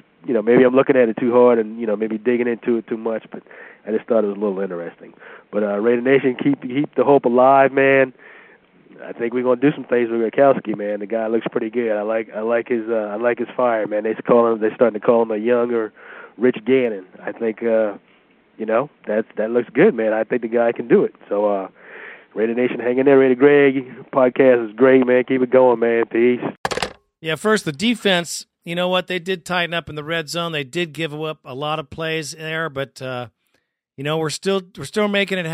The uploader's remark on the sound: Segment #3: Raider Nation “Boneline” Call-in Segment.